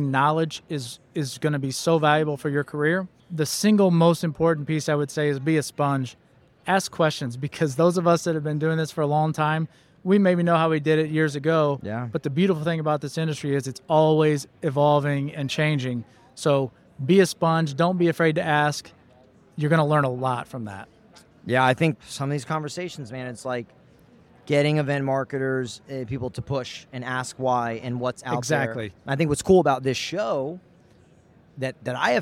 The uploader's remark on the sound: LIVE from the Trade Show Floor at ExhibitorLIVE.